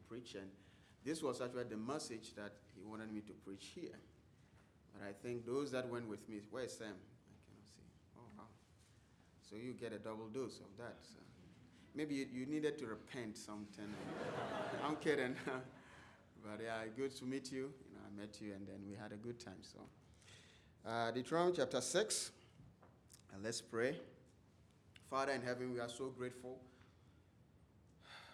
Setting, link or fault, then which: setting, large echoing room